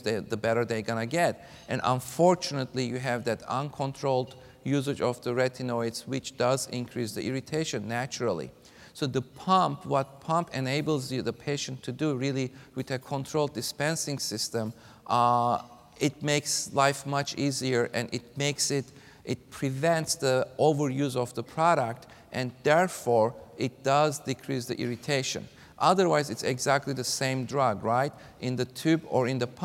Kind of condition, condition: setting, live audience